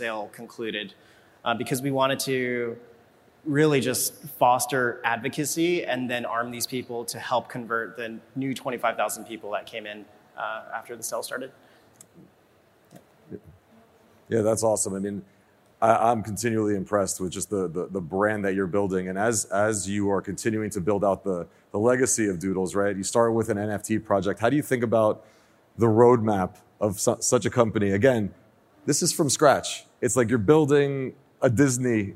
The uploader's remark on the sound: a live fireside chat at Emerge Americas during Miami Tech Week